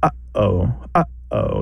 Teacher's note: And we do this glottal stop up. Maybe we kind of restrict the airflow in the back of our throat.